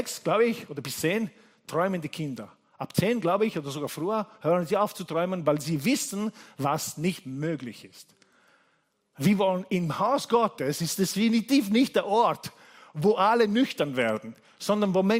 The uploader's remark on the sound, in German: Gottesdienst live aus der LIFE Church Wien.